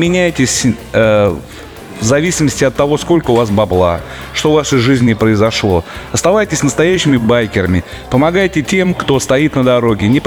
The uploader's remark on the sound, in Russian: KOZLOPARTY 2023. Записано на месте событий d формате небольших интервью с гостями и организаторами фестиваля.